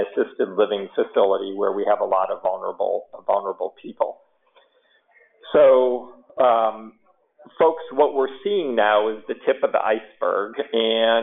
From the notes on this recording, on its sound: COVID-19 Employer Conference Call.